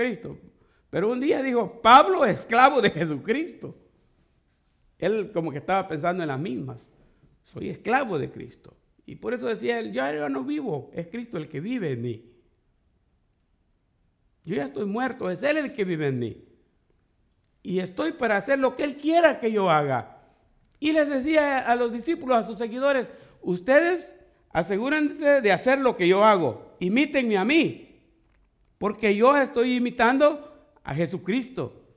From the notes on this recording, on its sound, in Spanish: fue grabada en en vivo desde iglesia IBSA en Santa Ana California